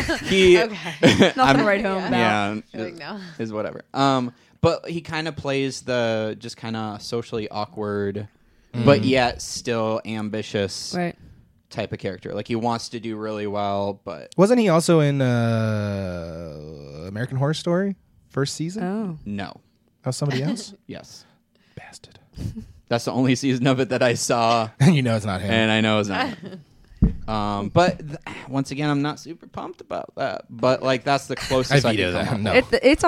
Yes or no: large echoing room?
no